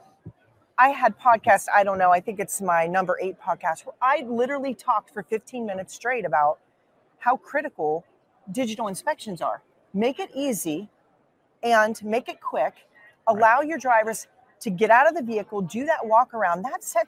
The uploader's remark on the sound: records live from the NAFA I & E in Baltimore